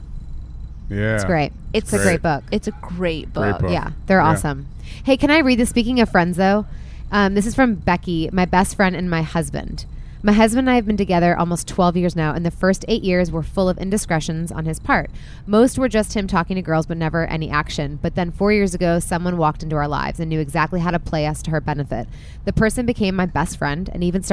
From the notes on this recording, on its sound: The Whine is live from the Napa Valley Wine Train!